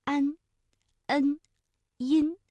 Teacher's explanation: 前鼻音安、恩、音，声音比较的清亮